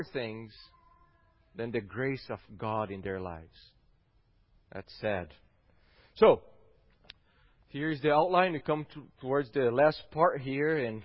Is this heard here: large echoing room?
yes